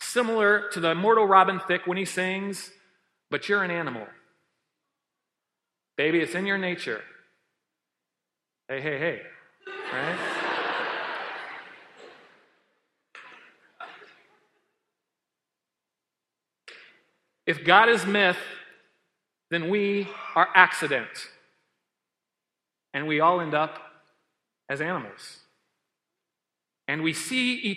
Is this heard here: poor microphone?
no